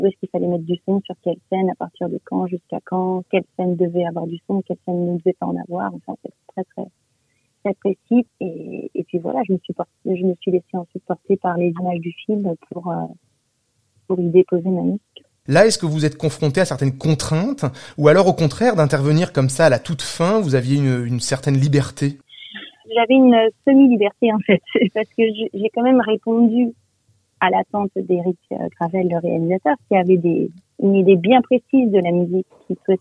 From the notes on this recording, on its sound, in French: par téléphone